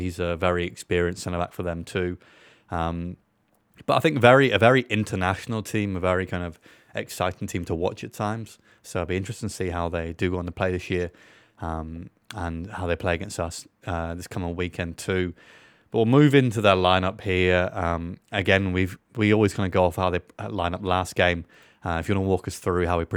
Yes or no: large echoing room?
no